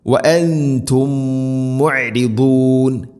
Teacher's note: വ അൻതും, ശേഷം നോക്കൂ മുഅരിദൂൻ വ അൻതും, മീമു സാക്കിനയ്ക്ക് ശേഷം മീമ്, ഇദ്ഗാം മുതമാസിലൈൻ, മീമിനടുത്ത മീമിലേക്ക് ഇദ്ഗാം ചെയ്ത് മണിച്ചുകൊണ്ട് ഉച്ചരിക്കണം